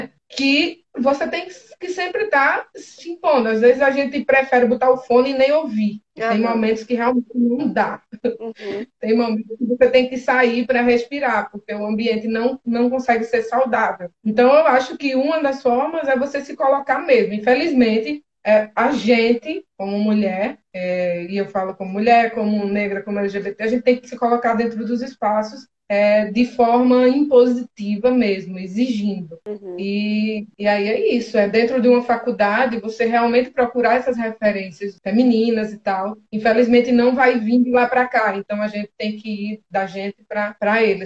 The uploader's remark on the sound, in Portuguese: conversas ao vivo (live) no Instagram